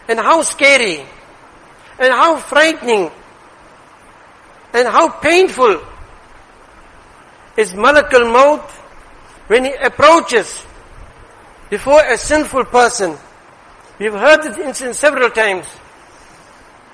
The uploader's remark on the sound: Jumuah lecture